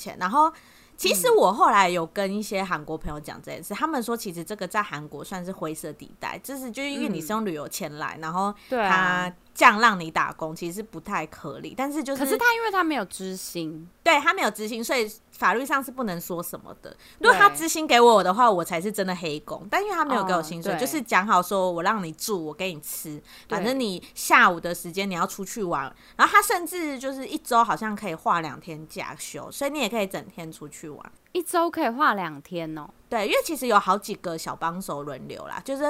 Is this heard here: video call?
no